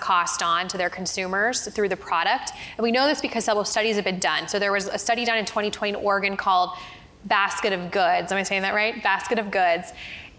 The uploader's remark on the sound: For this episode of the Crosscut Talks podcast, we listen in on a conversation from the Crosscut Ideas Festival.